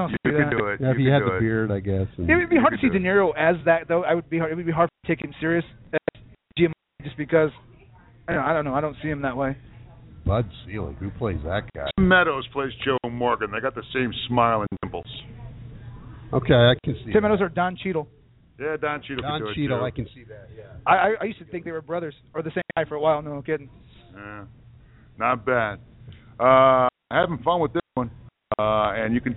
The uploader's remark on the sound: Live from Wrigley Field Bar and Grill